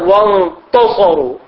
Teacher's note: فقلبت التاء إلى طاء